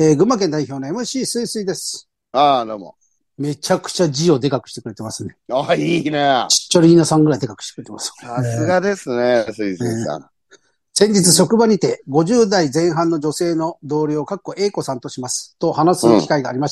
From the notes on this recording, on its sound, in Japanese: ZOOMで収録